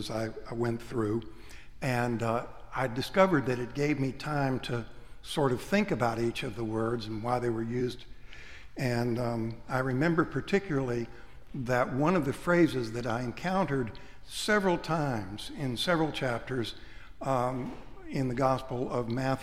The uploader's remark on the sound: Preached at Trinity-by-the-Cove, Naples, Florida. Readings cropped.